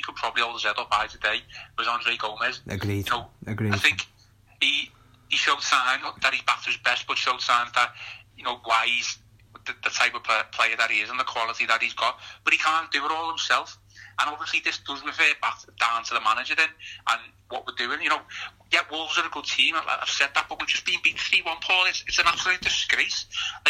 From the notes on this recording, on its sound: Picks up the phone to season-ticket holder. With every word the Blues boss had to say in his press conference after the game.